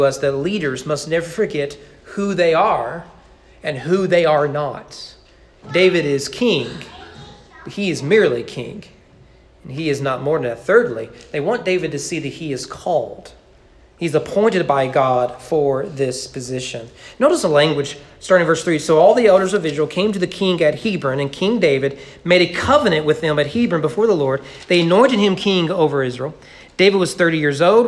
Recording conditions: large echoing room